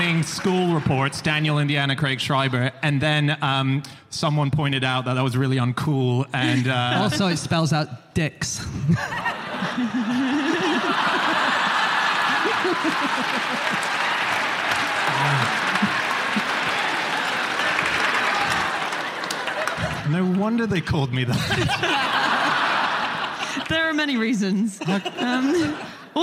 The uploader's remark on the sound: Live from the Union Chapel in London